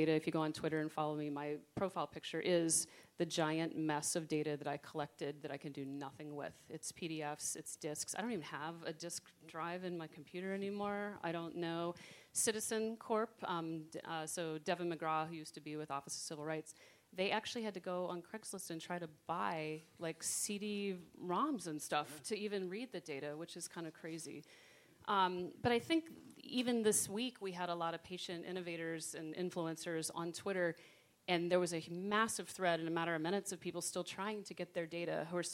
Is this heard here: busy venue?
yes